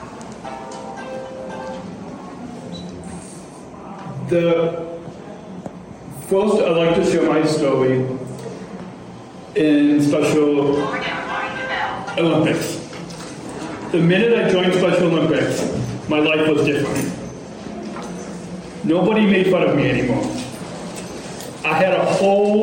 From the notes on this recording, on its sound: LIVE From Global Forum for Inclusion in Berlin. Recorded From Berlin, Germany.